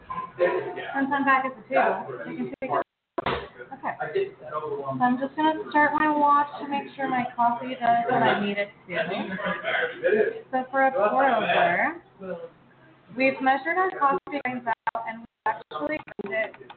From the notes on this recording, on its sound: Live in the resturant. As we are live from the restruant.